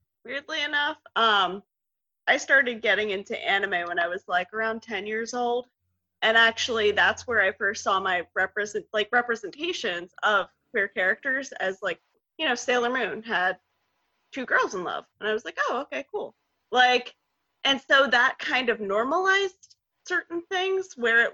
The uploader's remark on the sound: gather around a Zoom call